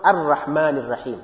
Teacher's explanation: Because you are pronouncing ra, which has a fatha, which has a zabar on top. You are pronouncing it with tarqiq, muraqqaq.